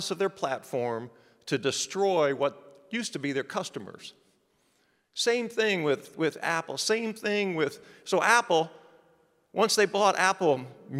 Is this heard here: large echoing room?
yes